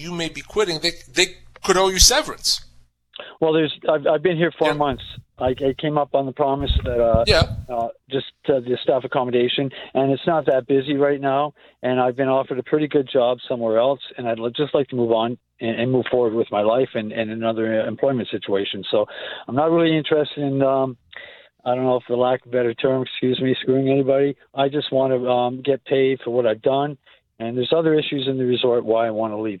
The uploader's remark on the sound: answers all of your questions in addition to your phone calls